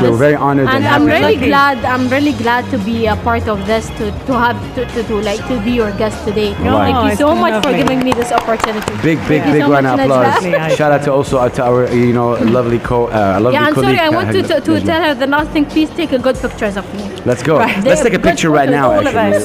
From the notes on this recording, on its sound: Live from Zero 6 Mall.